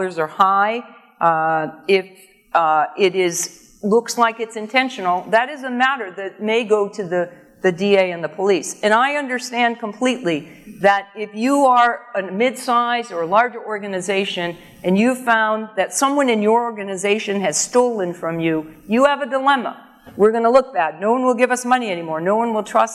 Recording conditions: live audience